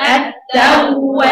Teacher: حرف الواو دلوقتي عليه شدة يعني حرفين وفي رخاوة · Term: مشددة